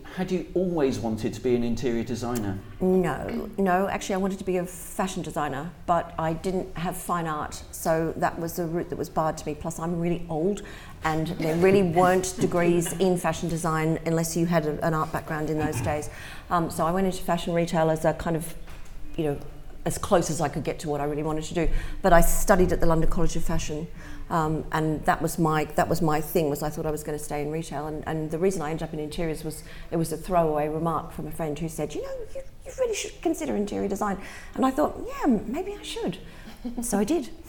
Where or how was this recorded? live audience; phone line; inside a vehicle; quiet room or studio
live audience